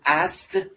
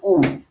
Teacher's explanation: در زبان فارسی چون هیچ هجایی با واکه آغاز نمیشه، در ابتدای بعضی از هجاها همزه وجود داره و بعد از اون واکه قرار میگیره تا الگوی هجایی ثابت بمونه.